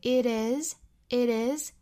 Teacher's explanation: It 和 is 连读成 it is, it is,中间的这个 t 我们做弹舌的 d 的处理。舌尖呢在上颚部分轻弹而过，轻轻的弹那么一下，不要整个的都贴上啊，是 r r r.